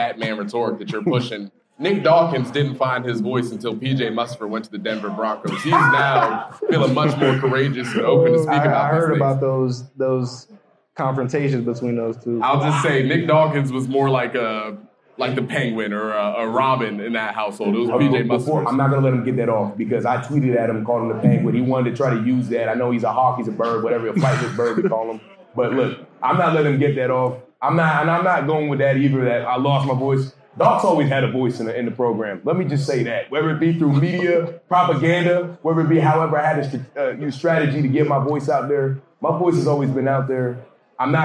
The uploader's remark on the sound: Huge shoutout to Champs Downtown for the helping us host this live show! Thank you to everyone who made it to the event!